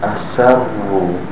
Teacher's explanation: The ra is thick, but the seam is thin.